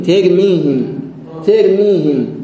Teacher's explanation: تر هاي مفخمة ساكنة ومفتوحة